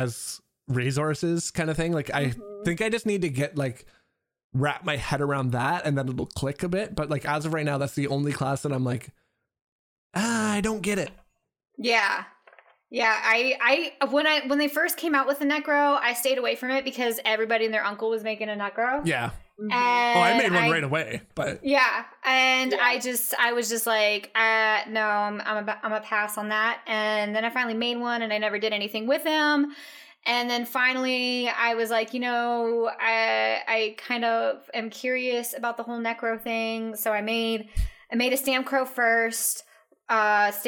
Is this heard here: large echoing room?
no